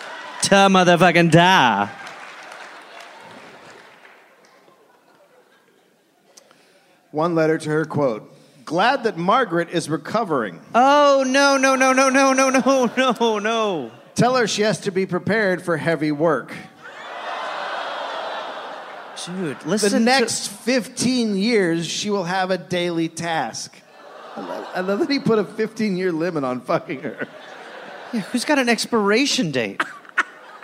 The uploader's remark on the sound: Recorded live in Chicago.